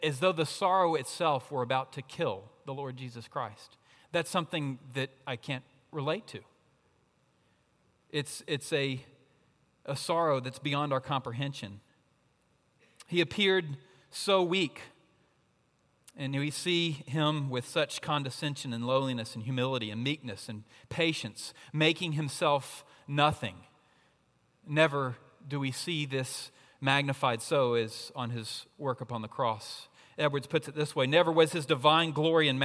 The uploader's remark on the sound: at Redeemer Presbyterian Church in Charleston, SC.